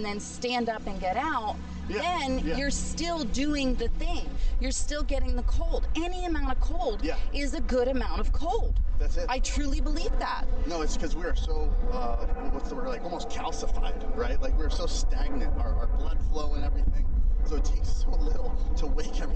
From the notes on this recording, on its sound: I had a fun walk and talk. In San Diego recently. You will have to ignore, or enjoy, the buzz of the occasional airplane as we chat!